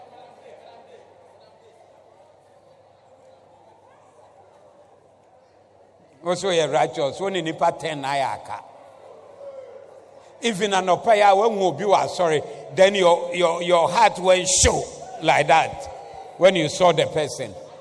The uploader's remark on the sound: Preached at the Doxa Service